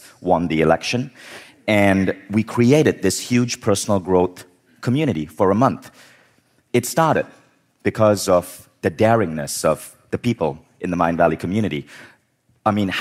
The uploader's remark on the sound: In this talk from Mindvalley Live Los Angeles